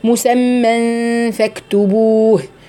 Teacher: اخفاء حقيقي، التنوين وراء حرف من حروف الاخفاء اللي هو الفاء، هنخفي النون الساكنة عند الفاء وهيبقى فيه غنة مقدارها حركتين